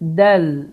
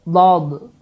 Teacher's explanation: dəl hərfi daha incə, dad hərfi isə qalın hərfdir